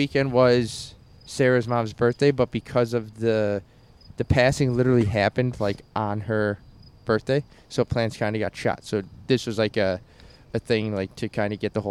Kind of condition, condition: setting, outdoors